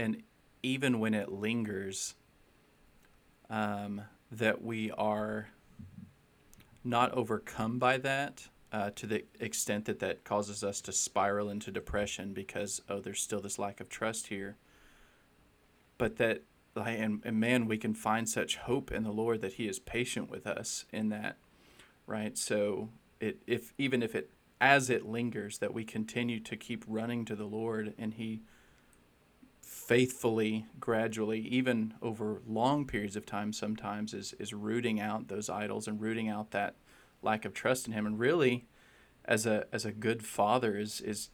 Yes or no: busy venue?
no